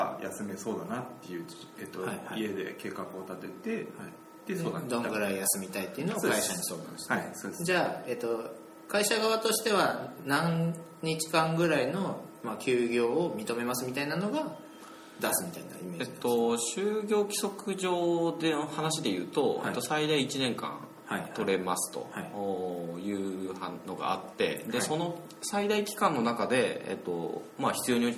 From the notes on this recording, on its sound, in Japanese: 今回は初のランチ収録。